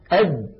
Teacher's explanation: تجد بأن الصوت قد انغلق تماما · Term: صفة الشدة